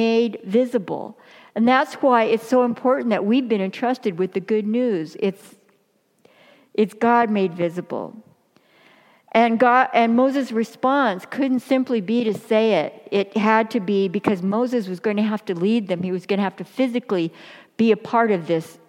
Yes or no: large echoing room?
yes